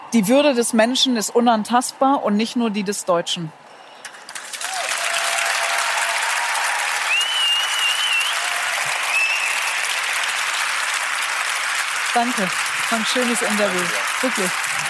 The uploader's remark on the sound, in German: Live auf dem Female Future Force Day in Berlin interviewt. Publikum in Berlin.